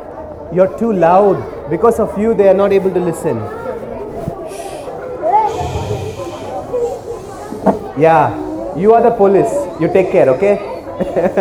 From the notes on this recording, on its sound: A recording of my conversation with the 100+ students that I worked with in a drive to empower some under privileged children.